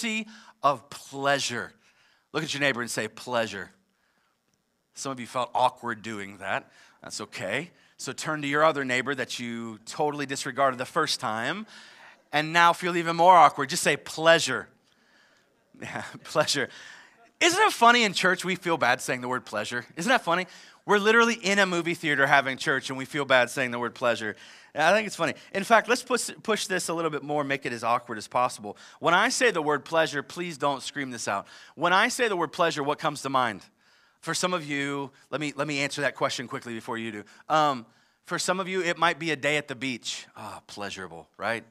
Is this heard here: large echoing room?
yes